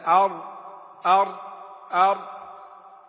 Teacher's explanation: أما الراء فهو حرف انحرف عن النون الذي هو أقرب المخارج إليه إلى مخرج اللام · Term: منحرفة